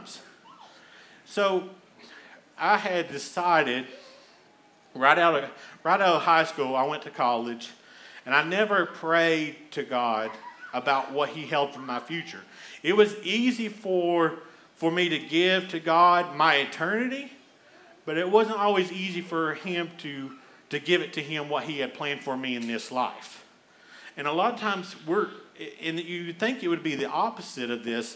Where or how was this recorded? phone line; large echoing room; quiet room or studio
large echoing room